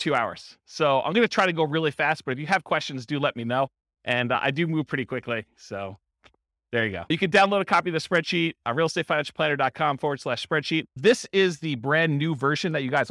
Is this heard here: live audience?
yes